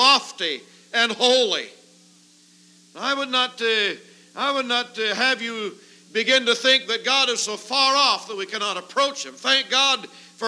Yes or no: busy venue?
no